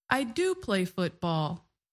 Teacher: when we use do in this way, we say it a little louder than the words around it · Term: emphasis